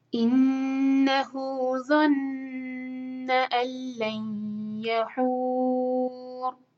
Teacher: مد عارض للسکون، اور را کو ہیوی پڑھیں گے کیونکہ اس سے پہلے دمہ ہے · ادغام مطلب مرج کرنا، لیکن غنہ نہیں ہوگا یہاں پر، ناک میں آواز بالکل نہیں جائے گی. اللین لام کو یا سے کنیکٹ کریں گے، یہ ہے ادغام غنہ کے ساتھ. لین یحور حو، کیونکہ ہم را پہ رک رہے ہیں، اس کو چار حرکت لمبا کریں گے.